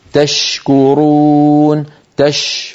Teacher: هل رأيتم حرف الشين والتدفق الواضح للنفس معه